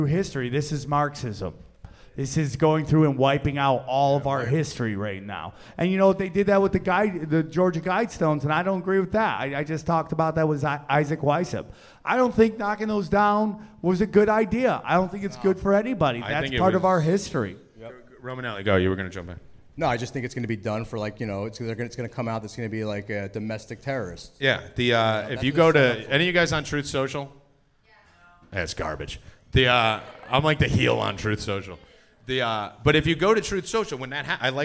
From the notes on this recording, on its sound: Recorded Live at the Dojo of Comedy in Morris Plains NJ.